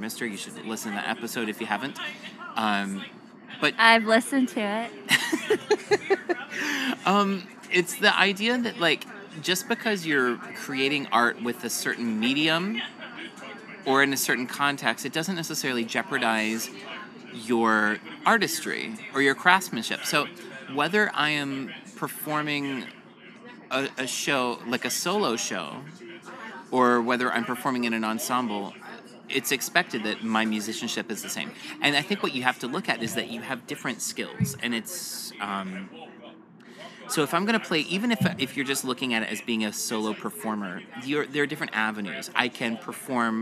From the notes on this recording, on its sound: In this episode we go on location (socially distanced, of course) to chat with an art director and designer in her natural habitat: a tapas bar.